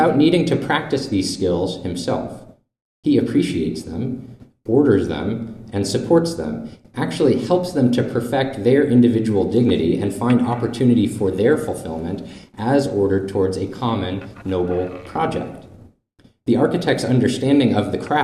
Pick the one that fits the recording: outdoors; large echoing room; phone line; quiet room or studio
large echoing room